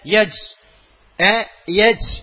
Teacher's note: എന്ത്, അത് ഞങ്ങൾ ദുർബലാക്കിയ ജീമിനെ യജ് യജ് എന്ന് മൃദു ദുർബലമാക്കി പറഞ്ഞ, അപ്പൊ എന്ത് സംഭവിക്കും, ജീവിന്റെ ജഹ്റും ശിദ്ദത്തും ഭംഗം വരുന്നതായി സംഭവിക്കും.